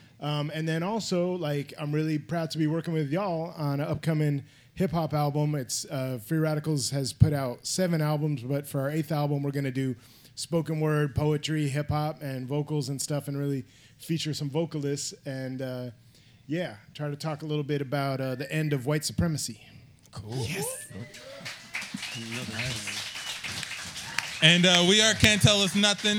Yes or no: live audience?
yes